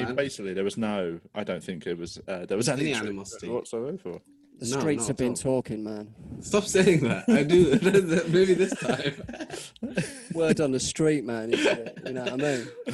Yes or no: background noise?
no